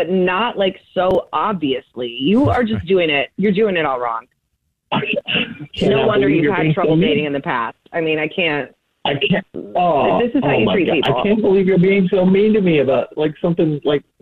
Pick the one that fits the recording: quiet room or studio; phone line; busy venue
phone line